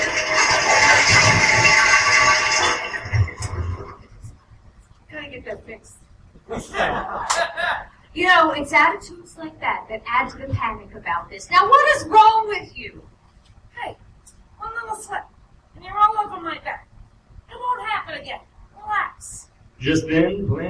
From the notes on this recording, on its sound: The monthly staged reading show that I did at the Charm City Comedy Project in Baltimore, MD for about a year and a half. Sound effects, transition music and other comedic/editorial sound choices are developed and triggered during the performance. We perform the whole thing (comedians, actors, improvisers and me) for a live audience. I kept the "editorial sound drops" simple by just using my "sitcom soundboard" app.